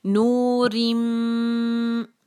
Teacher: rim rim नूरिम, क्योंकि आगे दो कसरा के बाद आगे मीम आ रहा है तो हम यहां पर इदगाम करेंगे विद गुन्ना